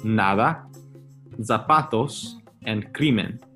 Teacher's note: And they all have a stress on the second to last syllable.